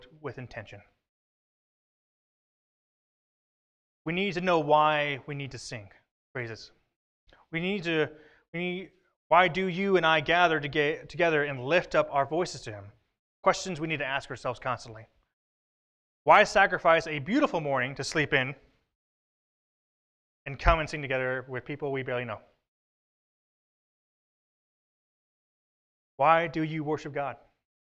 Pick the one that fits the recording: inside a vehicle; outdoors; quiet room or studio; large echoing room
large echoing room